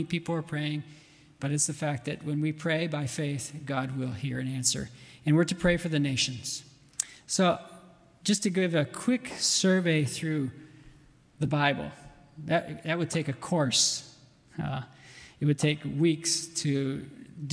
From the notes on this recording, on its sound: at the 2022 RBC missionary conference